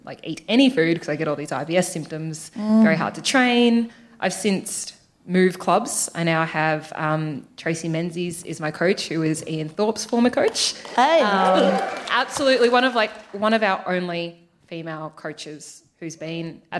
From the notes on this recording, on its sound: Recorded 8 February 2020 at the Powerhouse Theatre in Brisbane.